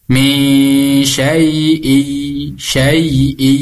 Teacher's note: ini ada tanwin kasrah bertemu dengan ya. Sama, ini dibacanya gunnah karena disebutnya dengan idgham bi gunnah.